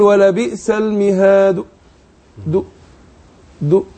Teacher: الروم بيأتي في المضموم والمكسور فأقولها ازاي طبعا بختلس حركة الضم أقول ولا بئس المهاد دو دو كده يلا كمل.